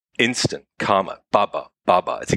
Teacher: And in poetic terms, in rhythmical terms, what he's employing is something called trochaic dimeter, which means two metrical feet, each of which is a stressed syllable followed by an unstressed syllable